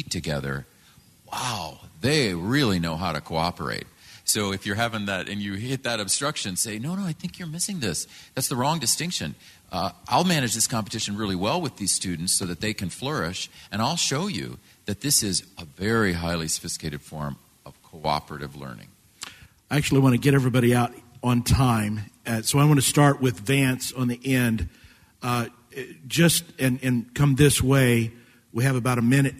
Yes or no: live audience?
yes